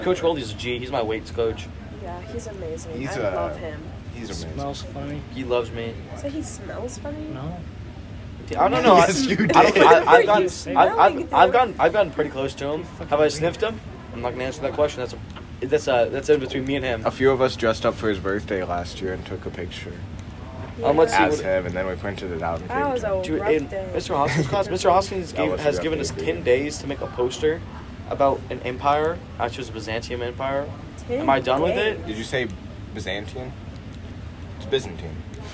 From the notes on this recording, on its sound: This episode was recorded at a jazz band competition on an iPhone speaker, so please excuse extra/loud noises.